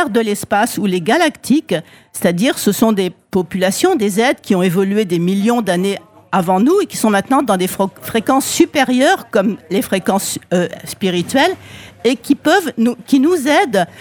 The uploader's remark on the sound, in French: Sur les radios de la FRAMA en direct du salon du livre samedi 1er octobre 2022.